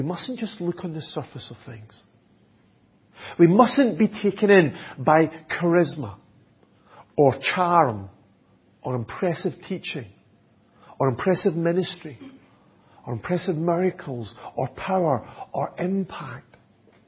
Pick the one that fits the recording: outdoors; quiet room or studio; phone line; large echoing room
large echoing room